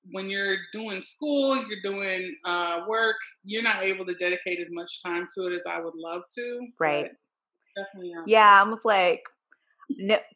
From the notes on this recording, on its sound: on our latest Zoom’d episode